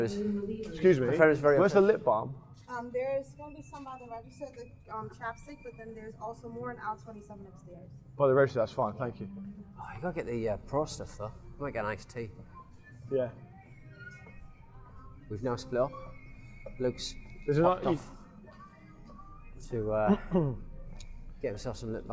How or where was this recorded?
outdoors